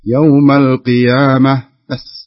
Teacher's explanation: إذا وقفت عند كلمة القيامة في حالة الوقف لا تمد الألف · Term: مد طبيعي